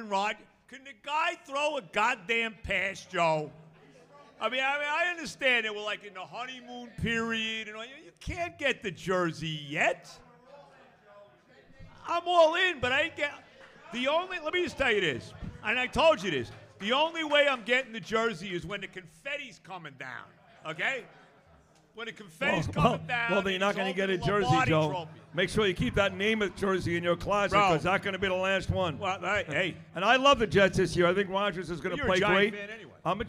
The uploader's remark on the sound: Live from Hackensack Brewing